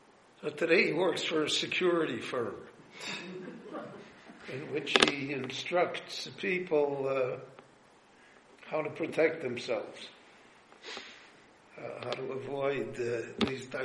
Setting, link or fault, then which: setting, live audience